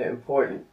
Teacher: v angličtině se dává důraz na druhou slabiku